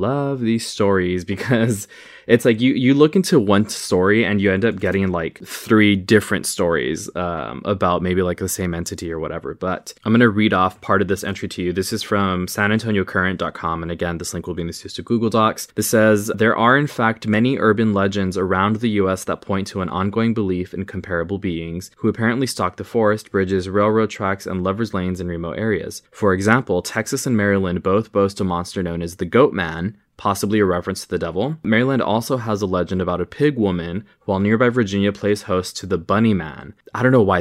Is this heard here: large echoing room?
no